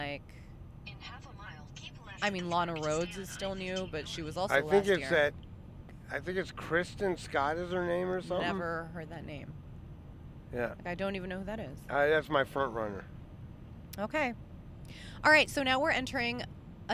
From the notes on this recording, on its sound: We recorded this on the drive to Vegas, so I slapped a telemarketer headset microphone thingie on his head and he was able to pod handsfree.